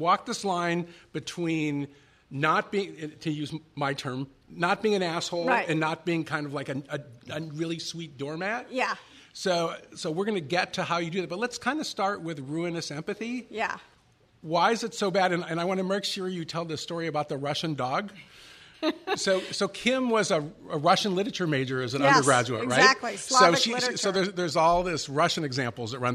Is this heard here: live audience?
yes